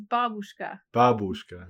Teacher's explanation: The emphasis is on the first part.